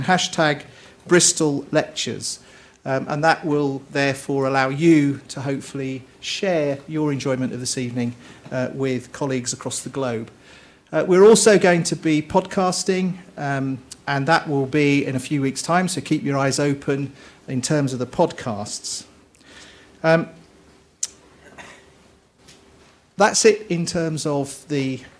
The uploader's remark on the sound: delivered the University's prestigious Annual Bolland Lecture as part of the Bristol Distinguished Address Series